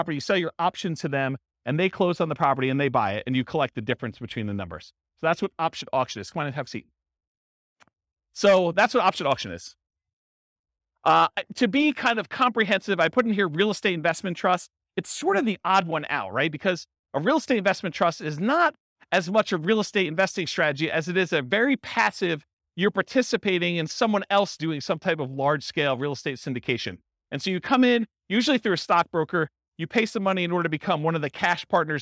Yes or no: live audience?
yes